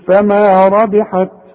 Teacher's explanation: طلع لي همس بسيط شوية هوا علشان التاء دي من حروف الهمس علشان تبان انك وقفت على تاء تقول فما ربحت اوعى تقلقلها